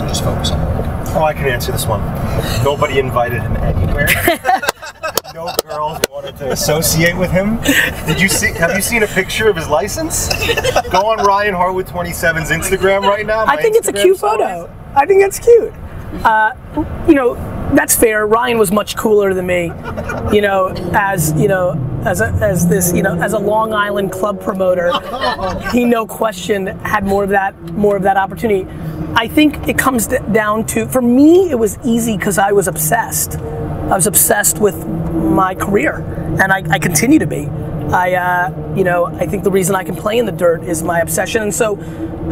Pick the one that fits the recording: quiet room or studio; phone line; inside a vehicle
inside a vehicle